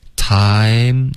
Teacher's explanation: 它一定要双元音再饱满一点